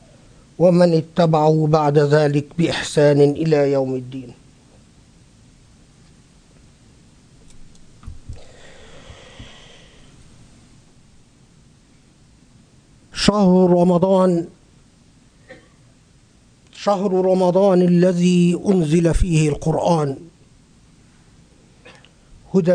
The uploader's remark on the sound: Delivered at the Islamic Center of Southern California